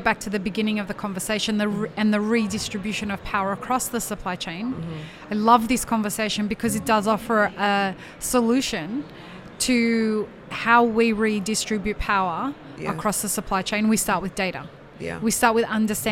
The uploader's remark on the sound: A selection of podcast episodes that were live-streamed from the show floor at World of Coffee Dubai 2024.